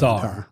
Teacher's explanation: You're not supposed to pronounce the T in Tsar. It is silent.